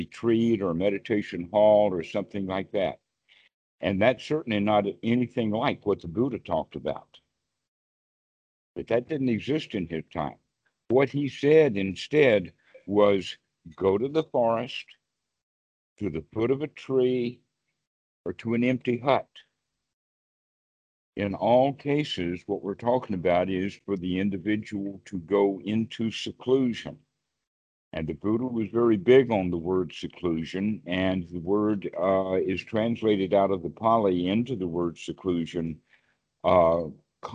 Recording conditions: video call